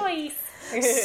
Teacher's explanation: The open O followed by the I